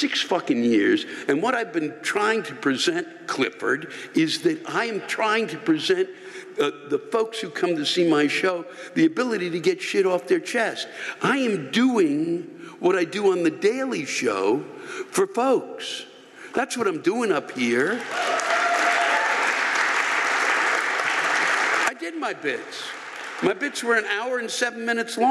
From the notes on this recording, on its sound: The live rants come from the show in Huntington NY on April 3, 2020.